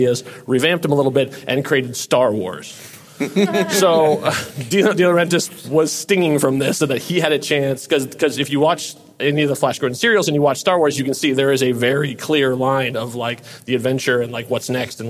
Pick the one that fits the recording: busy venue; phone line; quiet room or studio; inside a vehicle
busy venue